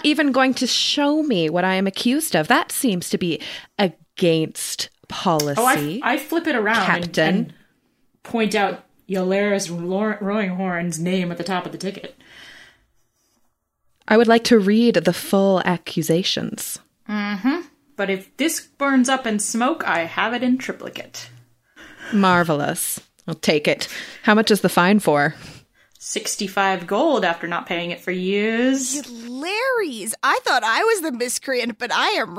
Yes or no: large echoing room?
no